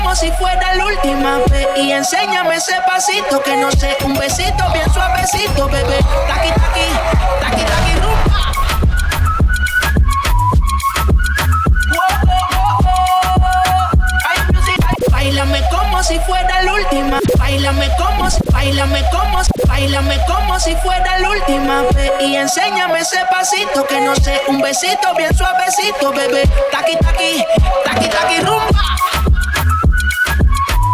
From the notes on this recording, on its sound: LIVE SET: AFRO FUSION THURSDAYS AT LE NOCTURNE